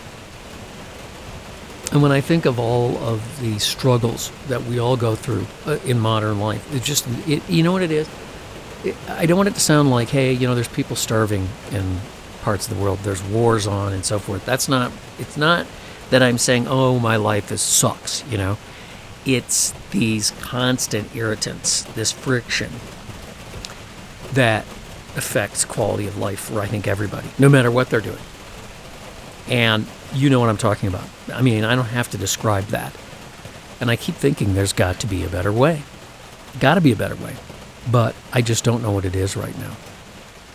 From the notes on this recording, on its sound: For this podcast it is the opportunity to finally fully record one of the west’s magnificent Monsoon storms.